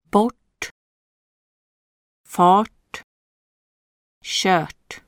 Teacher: RT is like T in English daughter, but with the tongue further back against the palate, with lips rounded. Bort, fart, shirt.